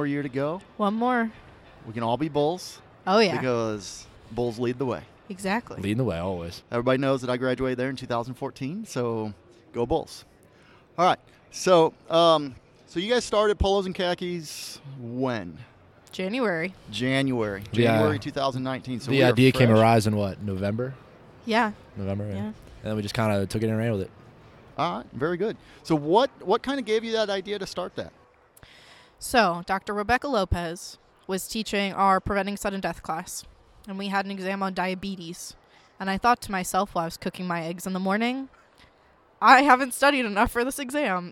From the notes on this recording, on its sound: live from NATA 2019